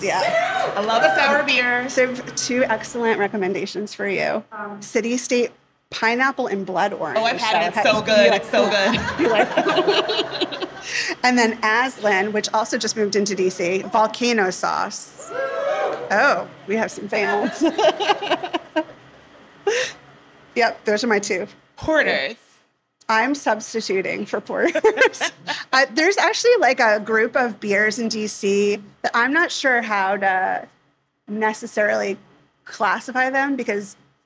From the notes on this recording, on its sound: Plus, we’ve got a room full of beer lovers with us at this live taping at Right Proper’s Brookland location.